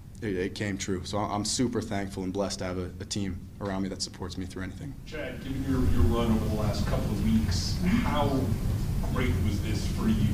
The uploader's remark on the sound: postgame press conference